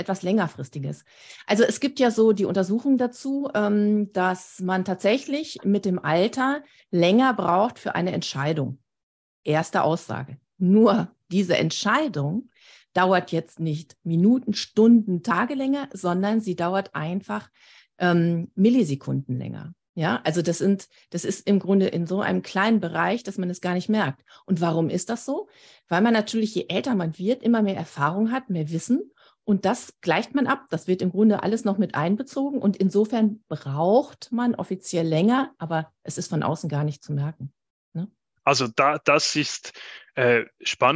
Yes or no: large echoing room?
no